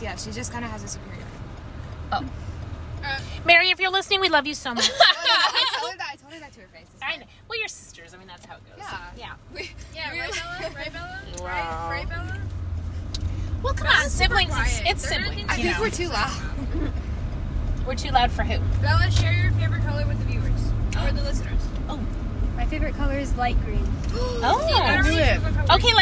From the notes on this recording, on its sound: This time we are driving home from the camp out.